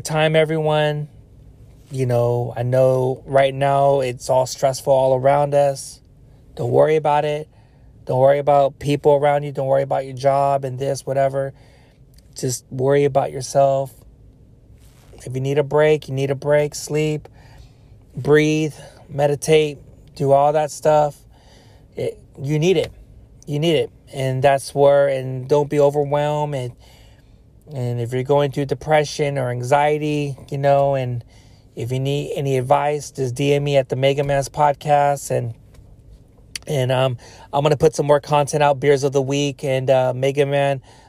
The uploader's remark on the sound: Car Talks. While driving home from work.